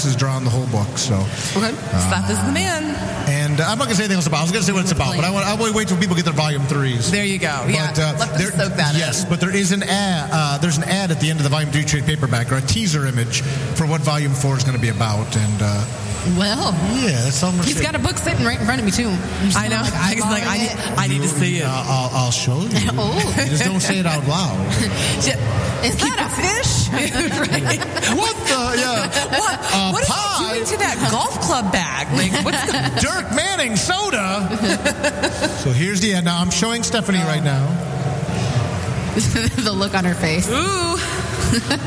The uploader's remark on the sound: Live from Fantasticon Mt Clemens